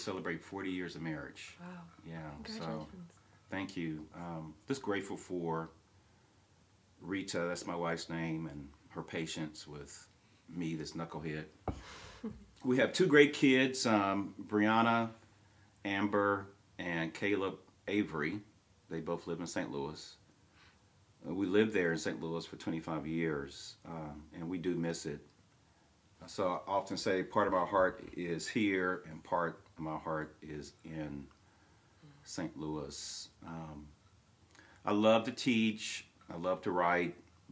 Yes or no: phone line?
no